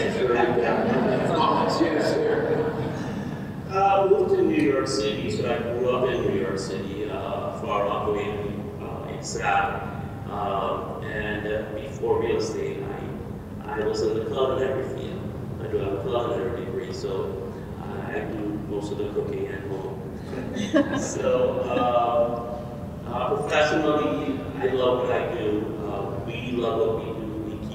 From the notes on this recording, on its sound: This installment of a cup and a conversation was recorded at a Medina County Economic Development Corporation meeting. At this meeting they held a speed podcasting session with two groups of area professionals!